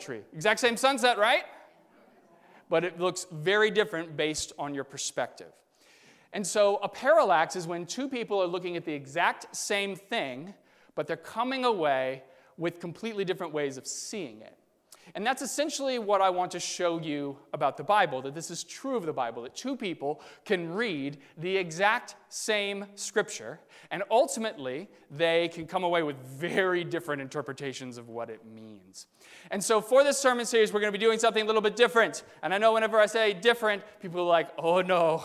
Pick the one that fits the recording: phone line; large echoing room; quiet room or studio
large echoing room